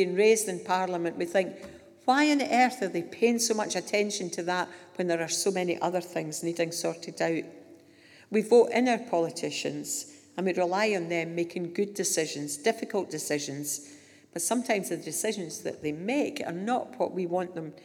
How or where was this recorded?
live audience